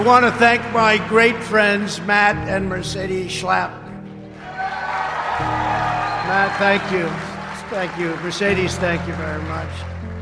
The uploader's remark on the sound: speaks at the Conservative Political Action Conference (CPAC) in Orlando, Florida on February 28th, 2021.